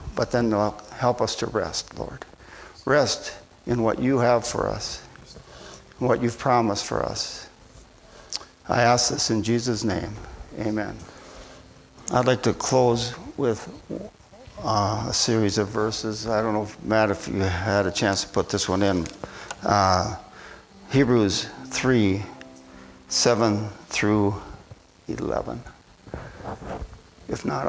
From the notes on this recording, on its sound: at Bible Center Church in Maiden Rock, Wisconsin.